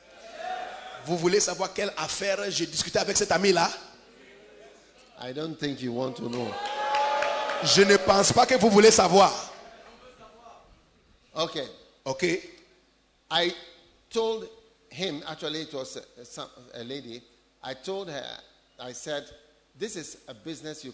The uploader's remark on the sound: Preached at a Healing Jesus Campaign Pastors' Conference in Bertoua, Cameroon